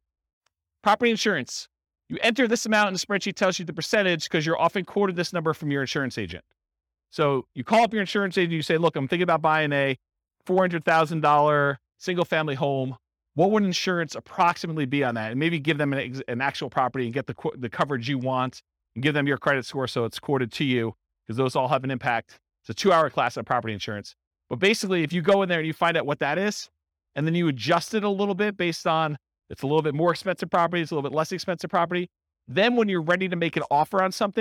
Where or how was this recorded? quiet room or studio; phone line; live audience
live audience